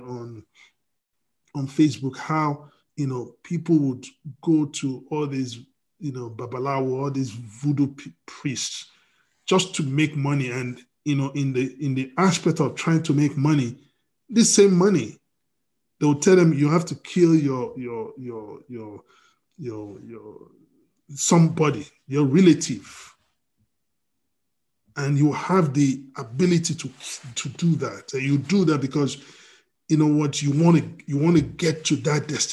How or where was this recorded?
video call